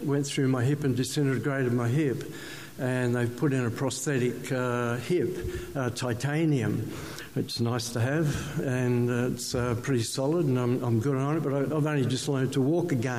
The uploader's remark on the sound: One of the highlighted testimonies from the ACT/NSW Revival Fellowship conference held in Newcastle June-2018.